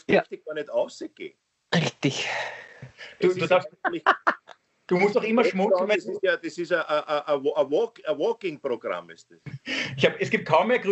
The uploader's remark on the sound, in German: Aufzeichnung einer Skype Session vom Montag, 23. Weil das aktuell nicht möglich ist, finden sie ihr Publikum, indem sie einander via Skype am Abend beim Reden zusehen.